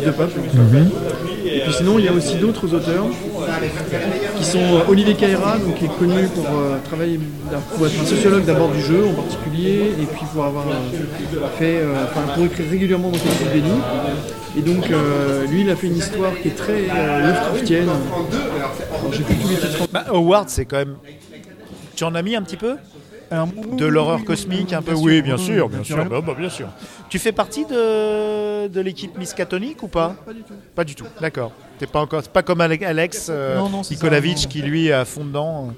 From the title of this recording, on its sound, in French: Au salon Imagibière